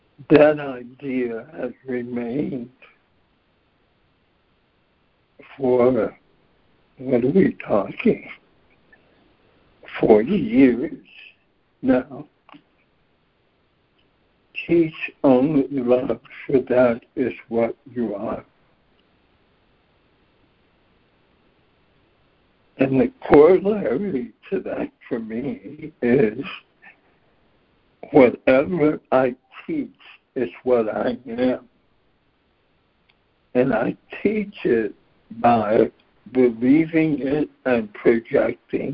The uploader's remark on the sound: ACIM Daily Conference Call